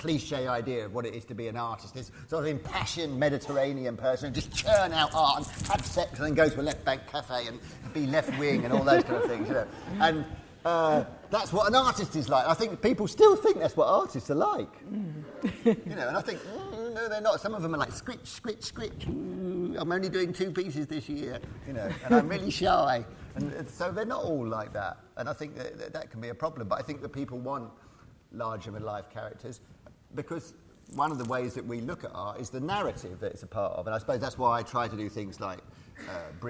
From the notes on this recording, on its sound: Originally hosted by Severnside Institute for Psychotherapy, in partnership with The Bridge Foundation and Rowan Arts, Connecting Conversations is a series of events. A recording of a Connecting Conversations event.